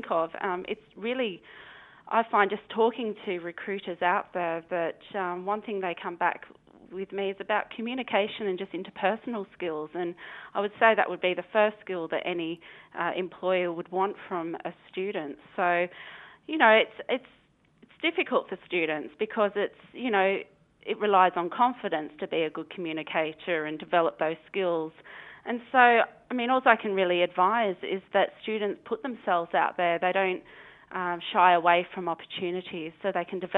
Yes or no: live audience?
no